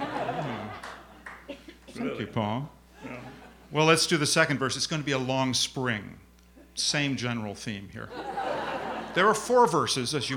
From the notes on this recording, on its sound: A Rogue’s Christmas is part of Town Hall Seattle’s Short Stories Live series. This 12th annual event took place at Taproot Theatre in Greenwood.